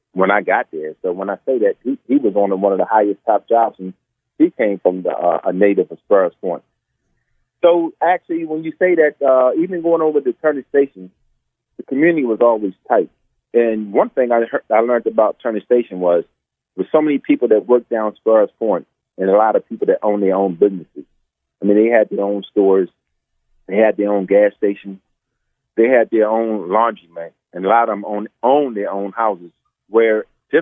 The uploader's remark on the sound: In this bonus episode, we hop on the phone.